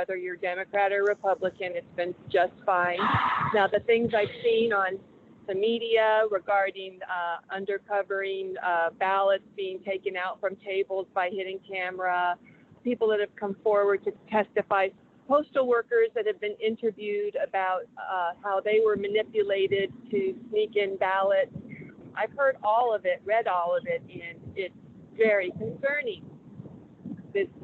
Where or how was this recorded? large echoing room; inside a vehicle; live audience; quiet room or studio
inside a vehicle